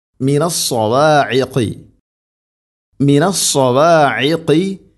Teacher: അയിന് തൊണ്ടയുടെ മധ്യഭാഗമാണ്, ഖാഫ് തൊണ്ടയുടെ മുകൾ ഭാഗവും കഴിഞ്ഞ് ചെറുനാക്കിൻ്റെ ആ ഭാഗം